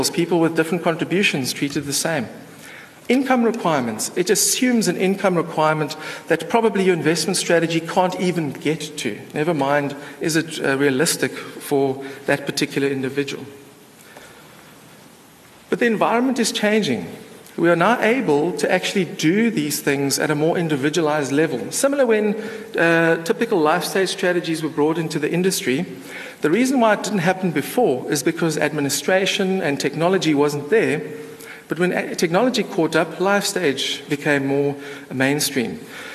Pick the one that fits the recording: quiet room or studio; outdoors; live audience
live audience